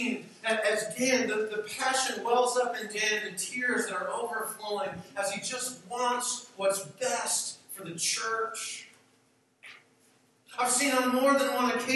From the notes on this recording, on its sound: We apologize for the poor audio quality of this message recording.